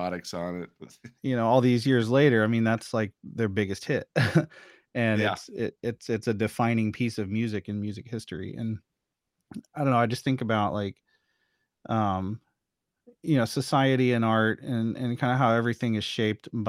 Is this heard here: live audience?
no